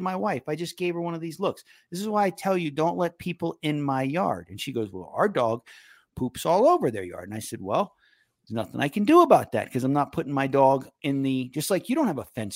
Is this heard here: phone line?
no